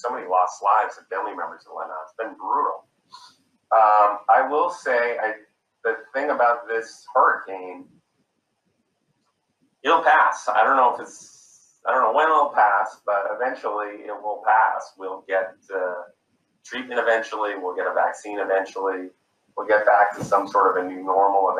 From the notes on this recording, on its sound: a virtual fireside chat